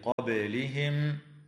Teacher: وتقلقل الباء في كلمة قبلهم